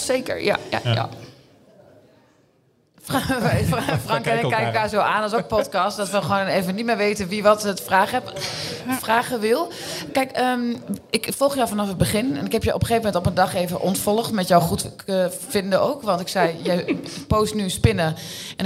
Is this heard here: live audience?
yes